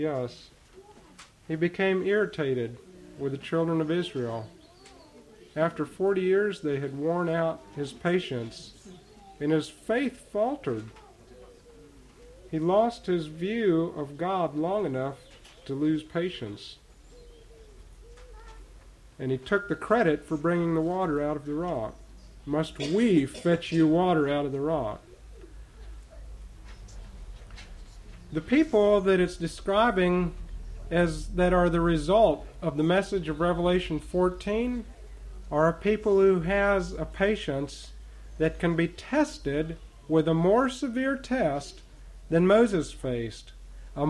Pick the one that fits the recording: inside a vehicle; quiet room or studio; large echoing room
large echoing room